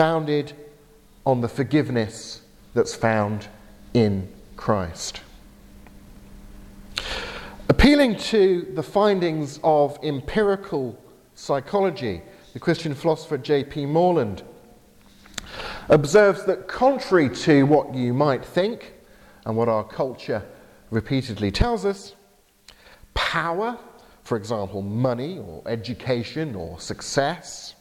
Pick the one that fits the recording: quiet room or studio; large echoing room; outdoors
large echoing room